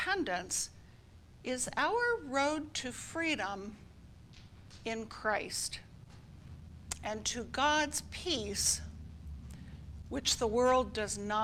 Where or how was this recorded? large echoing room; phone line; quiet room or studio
large echoing room